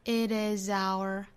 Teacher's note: Is 这个小的 be 动词尾部应该是浊辅音啊，注意不是 is 而是 is，所以跟后面连读呢就应该能听出一个很清楚的 zour。